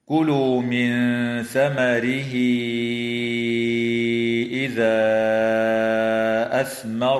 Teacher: وتوصل الهاء من كلمة ثمره حال الوصل بياء، وتمد هذه الياء بمقدار 4 أو 5 حركات وصلا